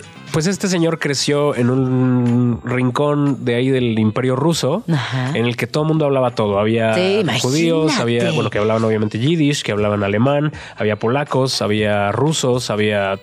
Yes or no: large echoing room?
no